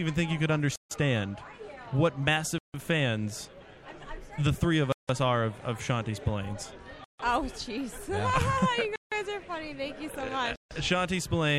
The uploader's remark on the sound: We are live at the Gilgamesh premiere